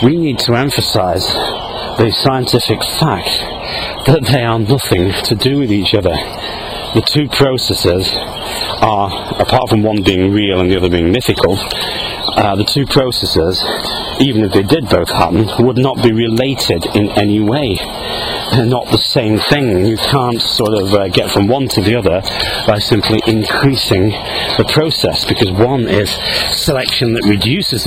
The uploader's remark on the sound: while out walking his dog, Fraser.